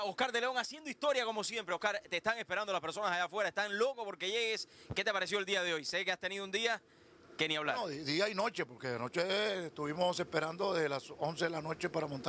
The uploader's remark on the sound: ON THE STREET. LATIN GRAMMY STREET PARTIES 2013.